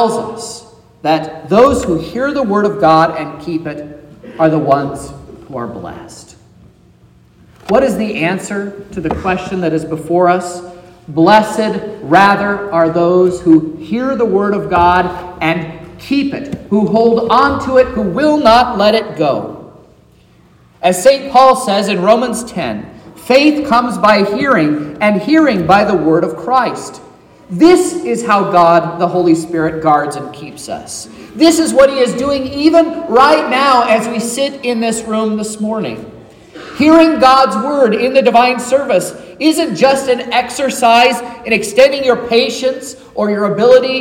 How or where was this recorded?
large echoing room